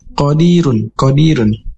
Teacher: Berharokat domah tanwin di penghujung ayat dan dibaca dengan tafhim atau tebal, dan bila diwakafkan tetap tebal mengikuti asal harokat domahnya.